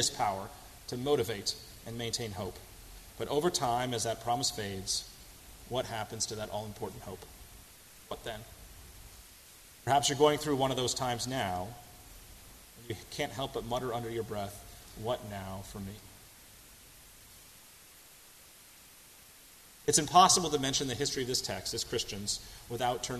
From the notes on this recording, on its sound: on July 15, 2018 at First Congregational Church of Houston.